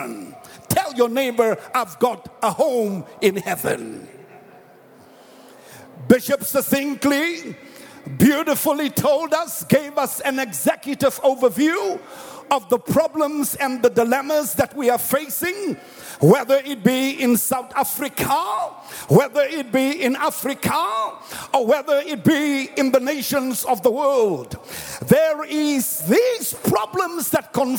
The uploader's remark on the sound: preached at the Annual Good Friday Celebration held at Orlando Stadium